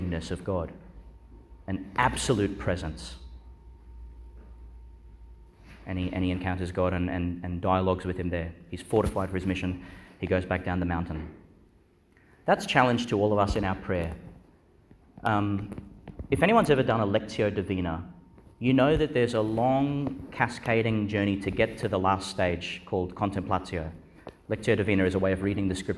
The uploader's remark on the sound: Delivered (at the evening Mass) in Our Lady Star of the Sea Church, Gladstone. Homily for the Nineteenth Sunday in Ordinary Time, delivered (at the evening Mass) in Our Lady Star of the Sea Church, Gladstone.